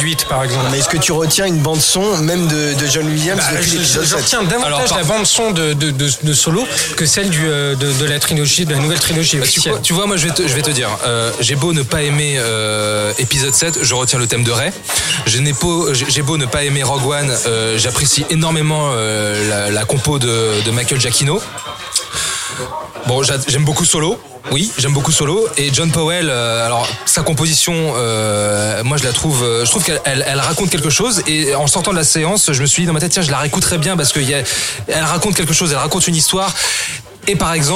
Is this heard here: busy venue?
yes